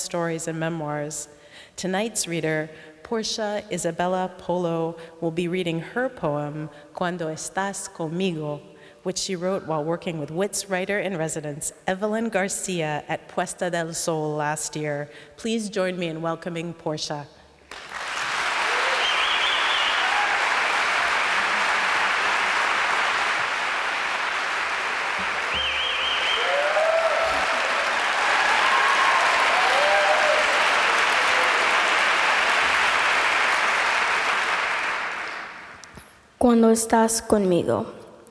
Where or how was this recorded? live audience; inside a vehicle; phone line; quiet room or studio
live audience